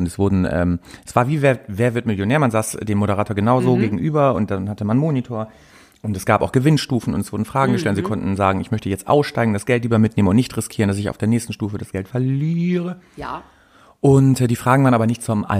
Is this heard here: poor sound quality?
no